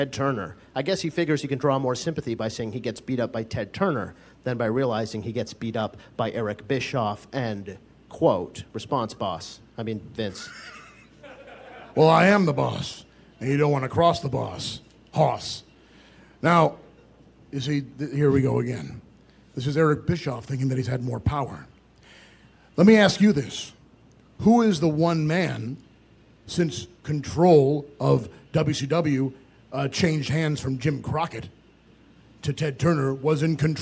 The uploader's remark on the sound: Live From Starrcast.